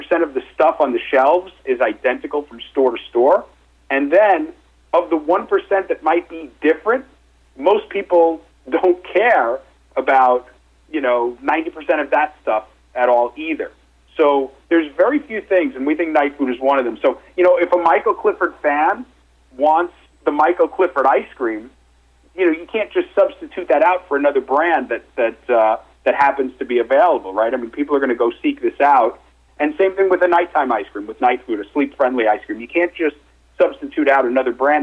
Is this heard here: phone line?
yes